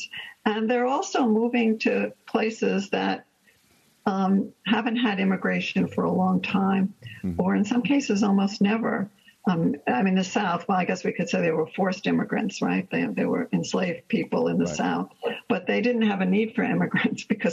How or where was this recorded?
video call